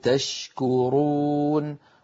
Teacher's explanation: الشين من وسط اللسان، الكاف من أقصى اللسان مع الحنك اللحمي والعظمي، أيضا ليس بينهما علاقة ولا إدغام. · Term: إظهار